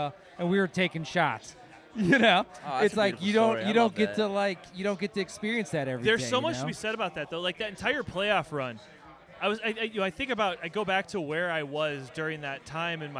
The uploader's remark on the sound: LIVE On White Sox Opening Day Party at Culinary Misfits